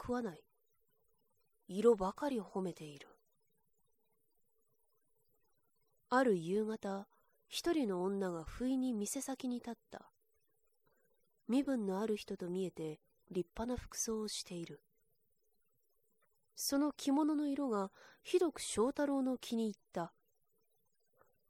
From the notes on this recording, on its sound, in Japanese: 自宅録音ですのでノイズなどはご了承くださいませ。